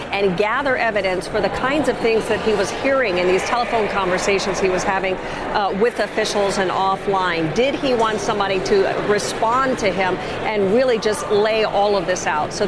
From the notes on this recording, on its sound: live from the New York Stock Exchange